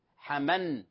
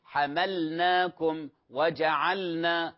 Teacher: فينبغي بيان وتوضيح اللام، حمل لاحظوا سكونها · Shown in: second take · ولا نقول حمن مباشرة وكأنك حذفت اللام، هذا غير صحيح.